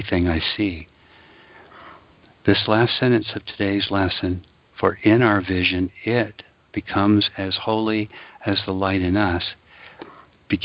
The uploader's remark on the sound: ACIM Daily TEXT Conference Call.